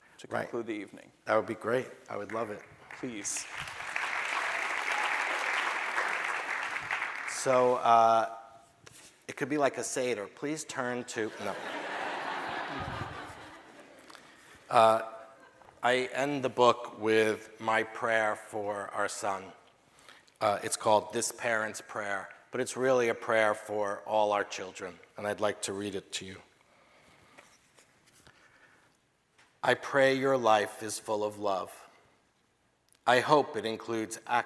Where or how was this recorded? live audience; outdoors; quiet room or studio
live audience